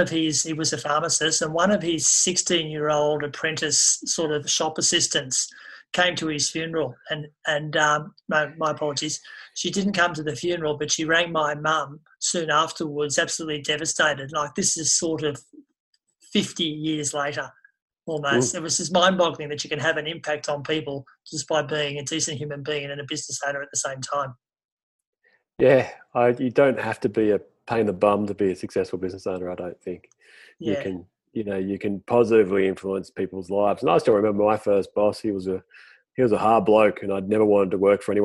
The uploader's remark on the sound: It have been recorded in zoom and unedited.